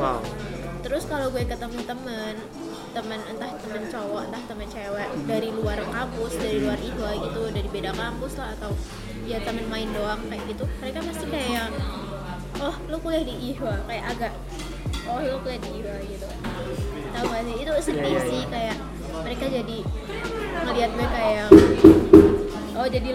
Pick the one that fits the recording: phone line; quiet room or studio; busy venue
busy venue